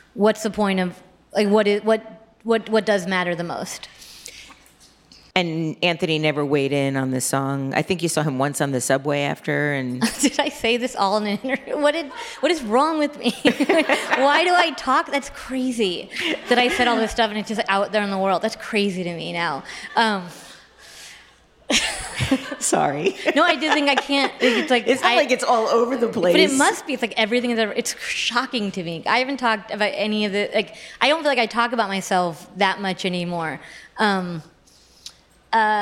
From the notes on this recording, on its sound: joins LIVE at the 2022 On Air Fest